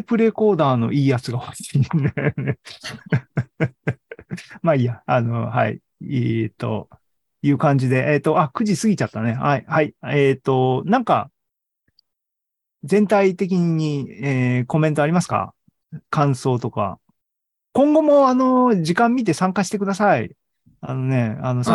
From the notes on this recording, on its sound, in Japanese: ２０２２年１１月３０日に開催した ZOOMライブの模様です